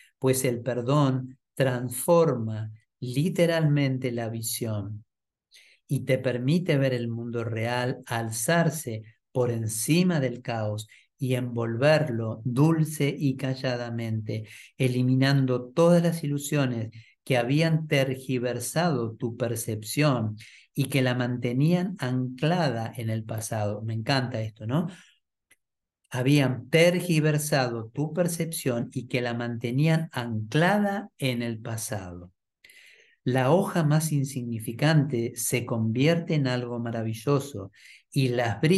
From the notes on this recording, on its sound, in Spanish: Clase en vivo por Zoom desde UCDM Iluminación.